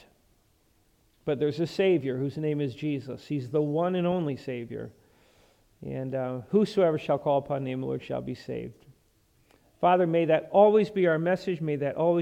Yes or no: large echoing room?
yes